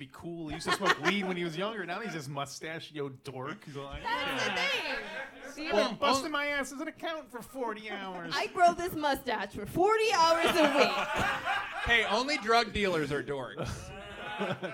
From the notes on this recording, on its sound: A live show that was recorded back in the halcyon days of 2017! Engage in some odd and surprising audience participation.